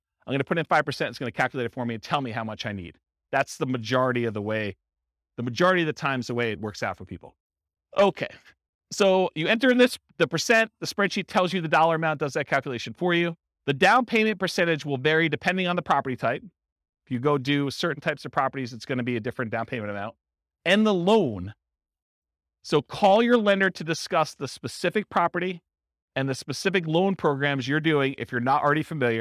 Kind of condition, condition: setting, live audience